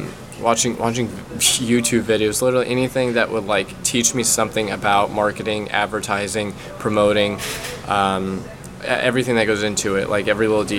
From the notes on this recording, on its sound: Big thanks to Denny's for letting us hang out and record and serving up some delicious pancakes!